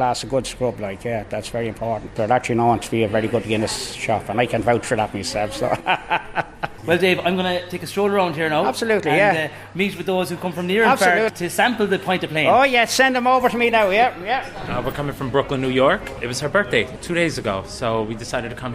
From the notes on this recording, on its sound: We broadcasted live from the Palace Bar on Fleet Street to mark its 200th anniversary. Many guests contributed to the programme for the launch of the Palace Porter.